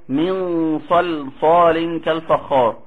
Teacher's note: اللام جاورت الصاد قبليها وجاورت صاد بعدها ولكن هي مرققة